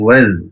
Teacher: langsung masuk ke huruf zal sukun dan wawunya tidak usah panjang